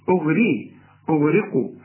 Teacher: الراء دي مرققة جدا لأنها مكسورة